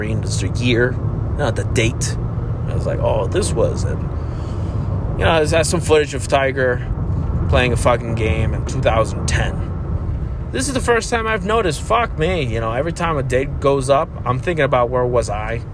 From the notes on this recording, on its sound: While driving to get my nose f**ked, to know if I got the pandemic juice.